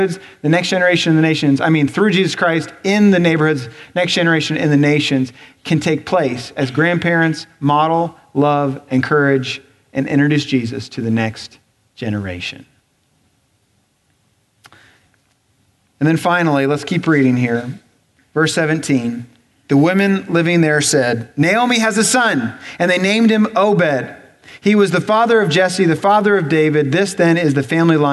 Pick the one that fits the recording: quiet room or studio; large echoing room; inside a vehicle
large echoing room